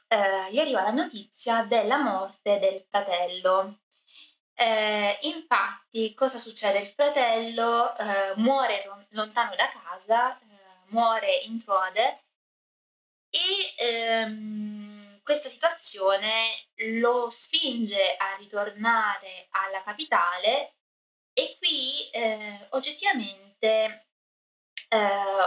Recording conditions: poor microphone